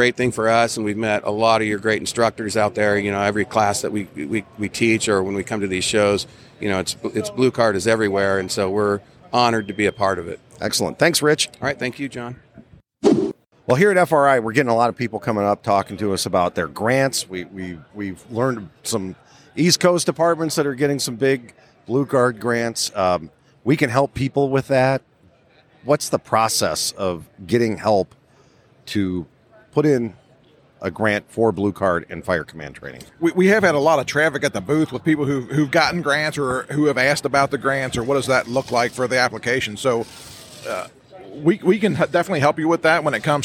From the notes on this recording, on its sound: Live From Fire Rescue International. We are recored live from the floor of FRI in Kansas City, Missouri!